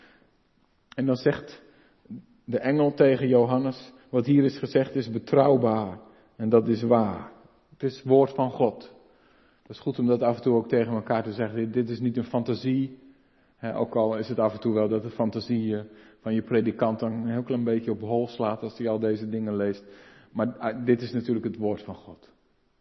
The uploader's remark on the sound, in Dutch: De preek is op 30 oktober 2022 opgenomen in de Maranathakerk te Groningen